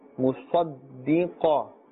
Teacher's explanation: Sad is part of the حروف مستعالية. Qaf is also part of the Huruf Musta'aliya, and therefore we're pronouncing them with a thicker tone, a full mouth.